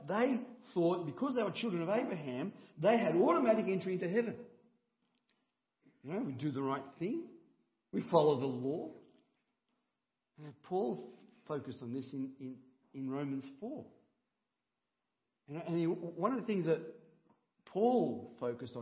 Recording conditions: large echoing room